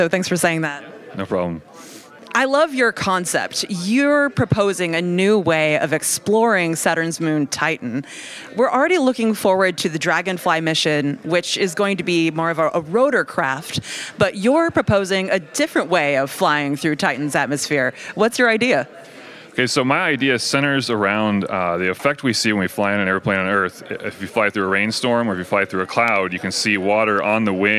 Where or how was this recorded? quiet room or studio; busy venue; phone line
busy venue